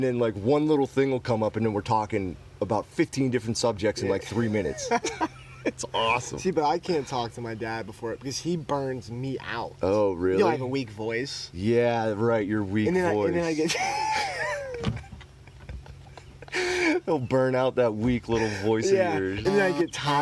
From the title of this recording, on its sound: Live from Deep Creek MD 8-29-2018